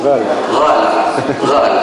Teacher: وفي بعض مناطق الوطن العربي يغير صوت القاف بخلطه بصوت الغين · Term: يخلط القاف بالغين